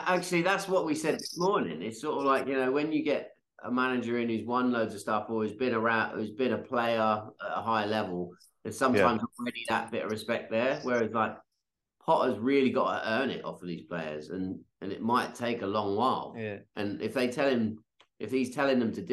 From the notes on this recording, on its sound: for a quick zoom this week